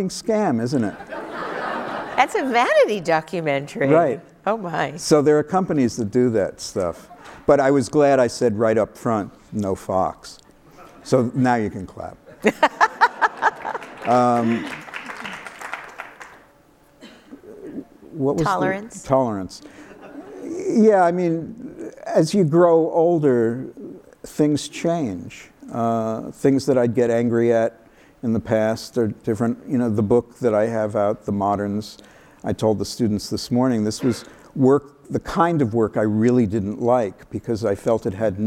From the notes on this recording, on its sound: live on stage